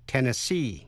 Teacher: Tiểu bang Tennessee, tiểu bang của cựu phó tổng thống Al Gore, nhấn mạnh ở vần cuối C, Tennessee